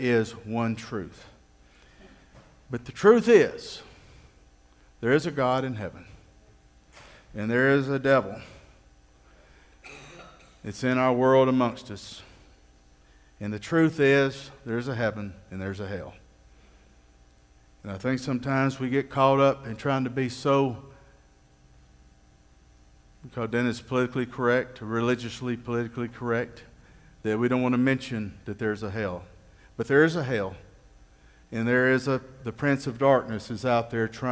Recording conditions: live audience